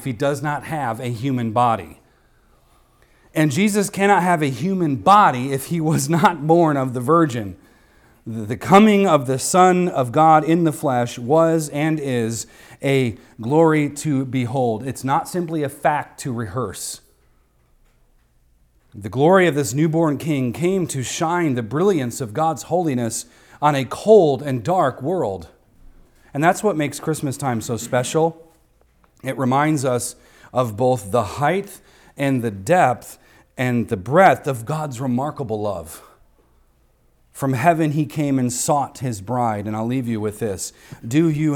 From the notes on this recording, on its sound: recorded on Sunday, December 24th, 2023, at the weekly worship gathering of Cross & Crown Church